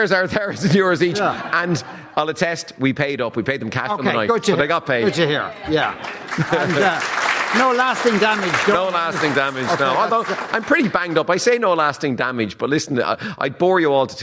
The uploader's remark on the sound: LIVE at the Athlone Springs Hotel